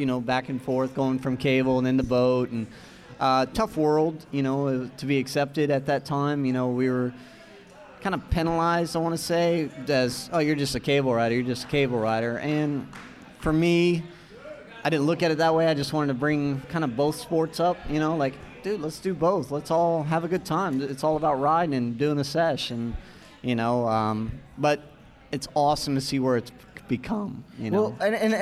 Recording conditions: busy venue